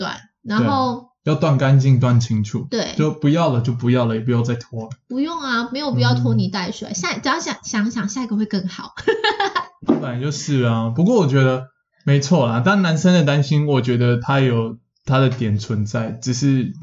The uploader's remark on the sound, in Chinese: 本集錄音當下有點小問題，聲音品質受到影響，請見諒囉！